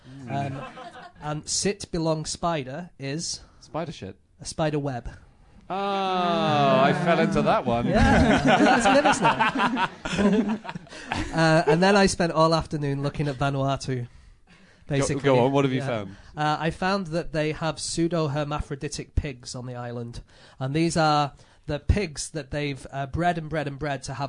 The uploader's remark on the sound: In their first ever live podcast recording